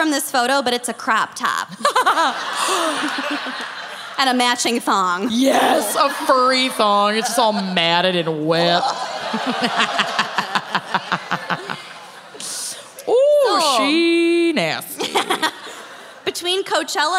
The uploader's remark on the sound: Music Fest Mishaps (Austin LIVE).